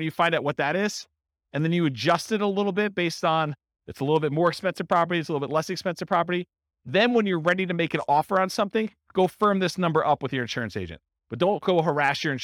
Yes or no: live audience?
yes